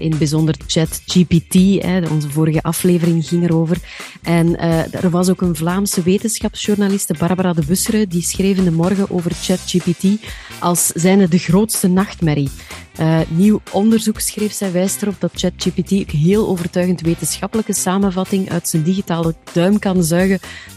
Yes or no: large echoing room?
no